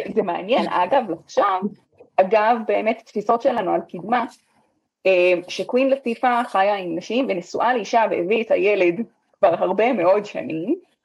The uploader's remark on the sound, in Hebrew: הקלטת הפרק התרחשה בזום ולכן האיכות לא בשיאה.